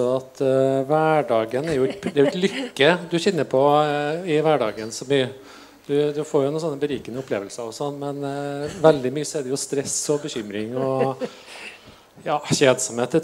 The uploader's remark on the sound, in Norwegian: Panelsamtale på Arendalsuka. Dene panelsamtalen arrangerte jeg som en del av Prosjekt Åpenhet.